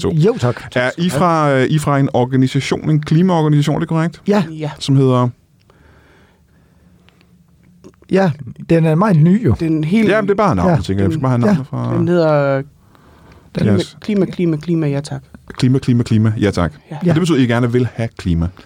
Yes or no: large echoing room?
no